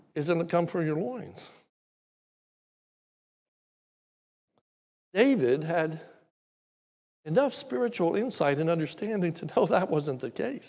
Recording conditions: large echoing room